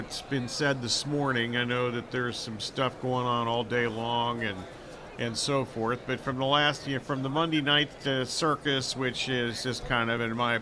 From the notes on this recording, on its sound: live from Super Bowl Radio Row